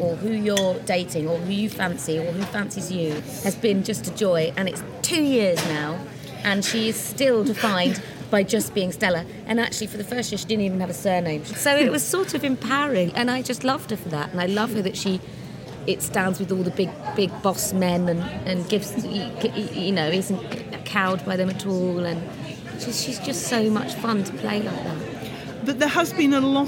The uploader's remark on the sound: With apologies for the loud background noise - the festival is a wonderful, vibrant and busy place! With thanks to the BBC and The Hay Festival for their help with this.